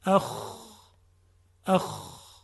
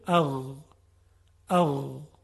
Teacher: حرف خا یه مقداری خشنتره، اما حرف غین خیلی لطیف و نرم و روان هست صداش